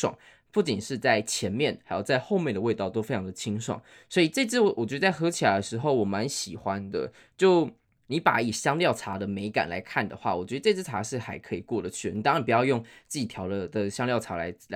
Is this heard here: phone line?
no